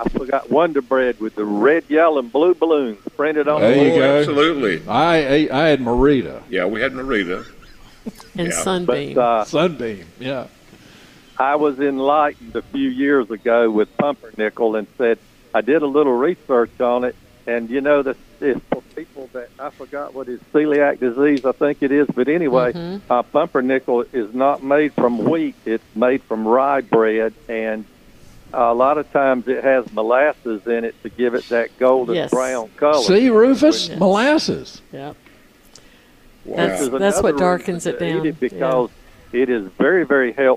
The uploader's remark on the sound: broadcasting live from Logan's Trading Company